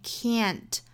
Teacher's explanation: can't 这个词美式发音呢是里面是一个梅花 a 的元音哈